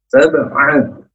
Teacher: Sab'an huruf ain dari tenggorokan yang tengah tidak boleh a tidak boleh nga. Sab'an dari tenggorokan yang tengah.